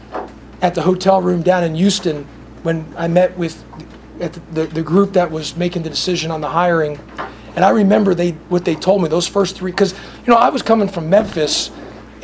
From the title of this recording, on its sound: postgame press conference (UGA)